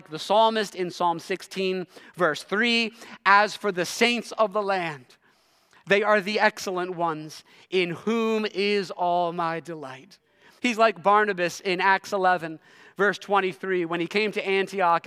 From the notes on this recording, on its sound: preached this sermon at Covenant Fellowship Church on July 23, 2023